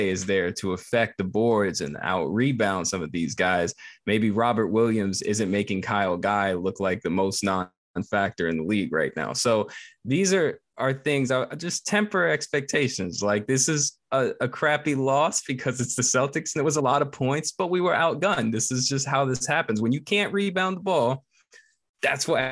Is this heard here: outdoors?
no